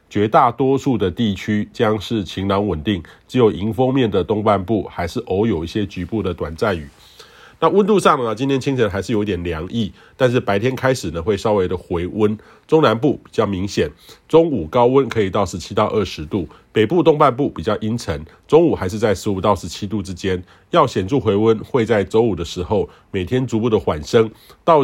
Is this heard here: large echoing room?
no